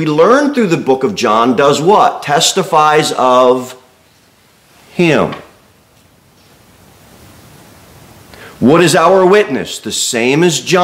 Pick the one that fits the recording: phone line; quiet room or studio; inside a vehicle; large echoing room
large echoing room